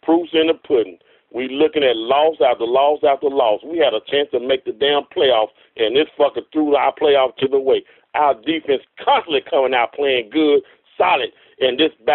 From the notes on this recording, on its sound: Raider Nation “Boneline” Call-in Segment